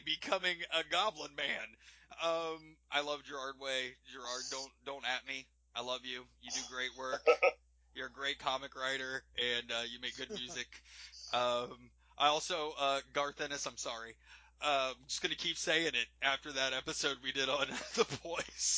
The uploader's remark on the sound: There are technical difficulties throughout...